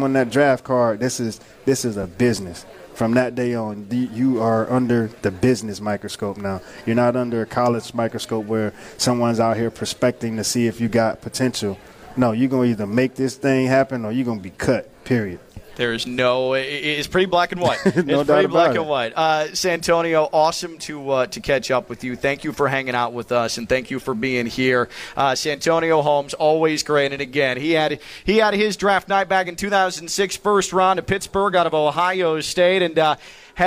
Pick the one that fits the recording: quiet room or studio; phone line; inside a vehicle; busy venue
busy venue